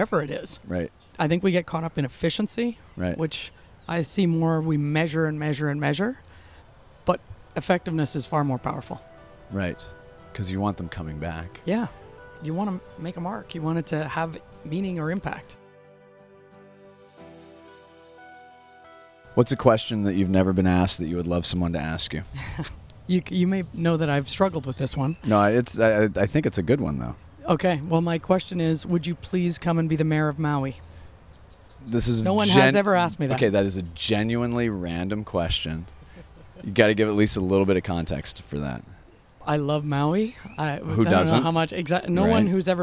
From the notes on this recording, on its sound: Our conversation, recorded during SXSW in the courtyard of a South Austin boutique (long story), is revealing.